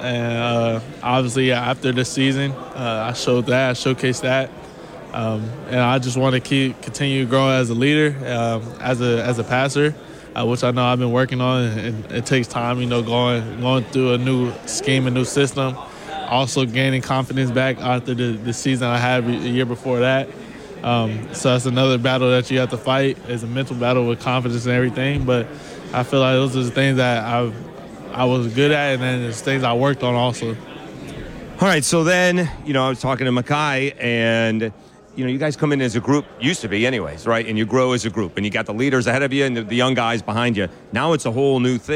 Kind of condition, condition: setting, busy venue